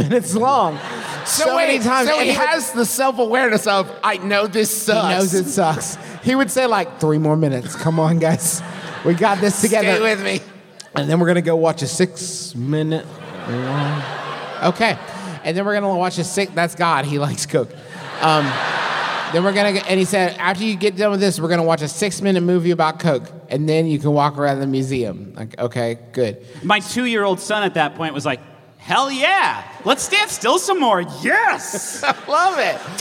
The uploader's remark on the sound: our big, wild live show from Atlanta